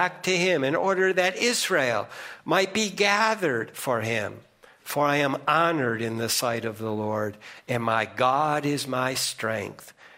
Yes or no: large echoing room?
yes